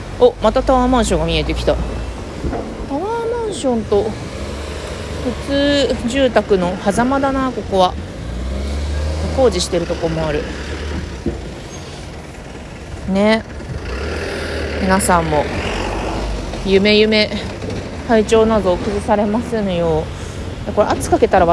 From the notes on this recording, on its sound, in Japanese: 武蔵小杉を歩きながらしゃべっています。